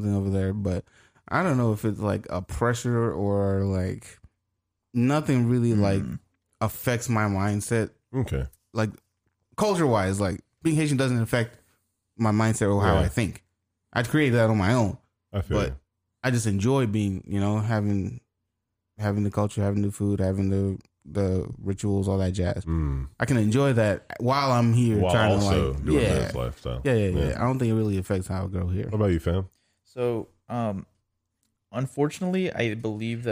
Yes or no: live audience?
no